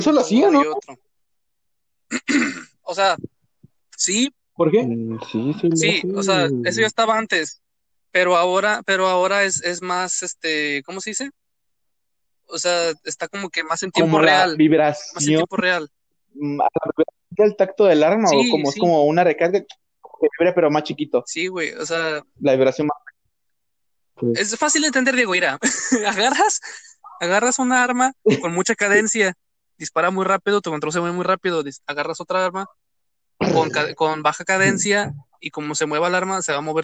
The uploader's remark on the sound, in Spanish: El audio de este podcast no es de la mejor calidad.